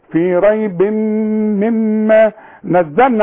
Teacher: التنوين اللي بعده ميم ادغام كامل بغن